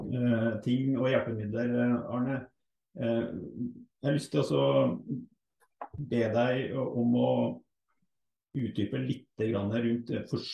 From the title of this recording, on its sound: Live Zoom